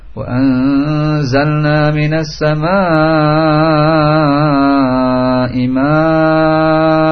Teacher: Maka ma-nya di sini dibaca 6 harakat karena arid lisukun. Ya, mad wajib arid lisukun.